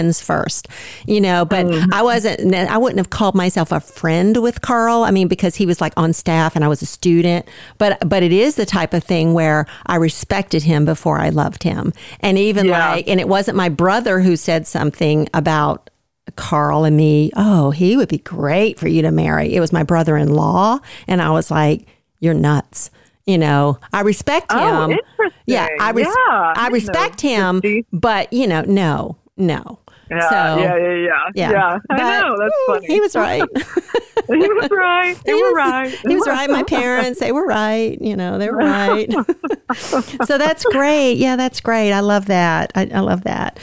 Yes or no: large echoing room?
no